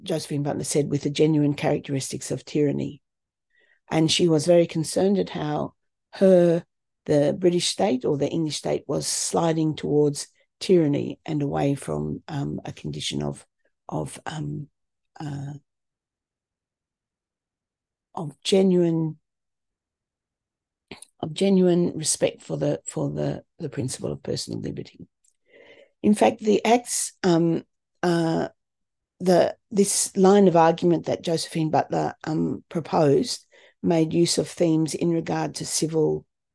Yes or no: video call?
yes